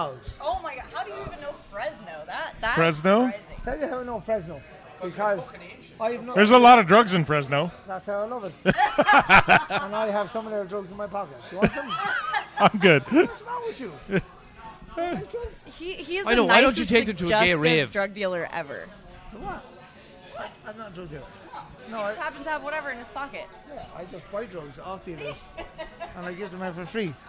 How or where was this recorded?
busy venue